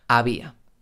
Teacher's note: Mis labios casi no se cierran, casi no se tocan